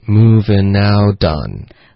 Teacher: moving out 的 t 的音呢也需要连到 on